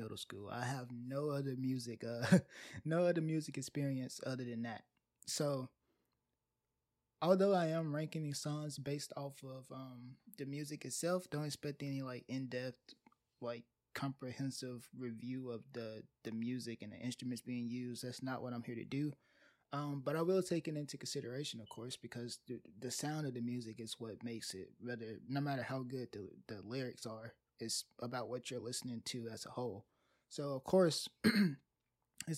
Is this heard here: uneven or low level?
yes